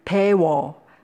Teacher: The infinitive ending o is added, and then the sequence u-o abbreviates to wo. In other words, u plus o equals wo.